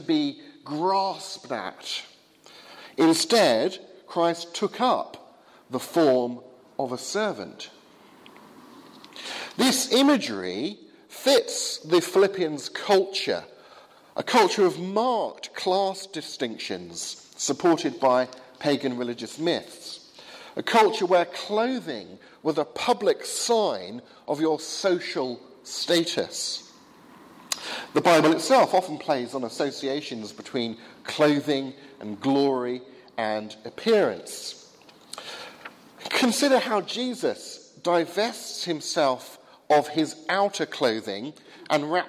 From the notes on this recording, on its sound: Sermon from the 8 am service at Highfield Church Southampton, Palm Sunday 2016.